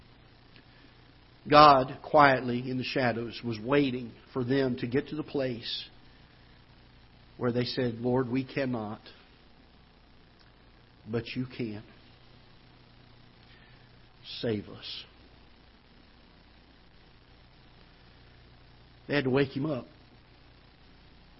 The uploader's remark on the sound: Ketha Heights Baptist Church ~ Live Broadcast